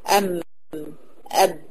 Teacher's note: والميم طبعا الخيشوم مشترك معاها، لكن الب لا مش مشترك معاها، يبقى أم أب، الاثنين من الشفتين بانطباقهما ولكن الب أدخل قليلا من الميم